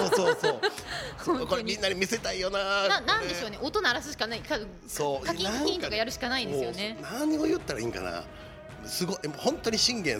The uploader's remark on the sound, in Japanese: 公開収録回〉。甲冑でラジオをする人は初。昔の作り方をしたらガチャガチャ音はしない。